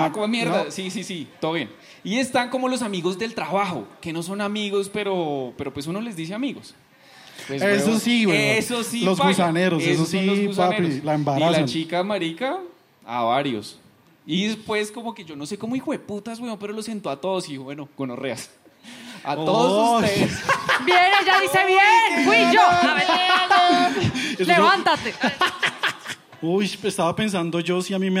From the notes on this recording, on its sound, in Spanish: Sexpedientes en vivo en Lula Shots.